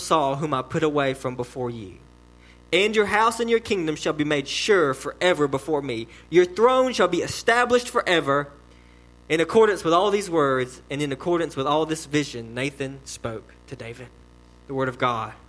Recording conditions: large echoing room